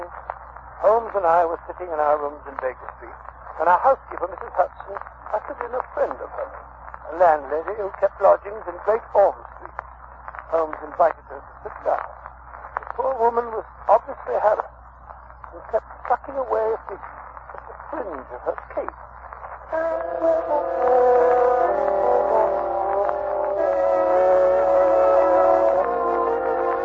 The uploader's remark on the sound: Audio is scratchy, fair quality.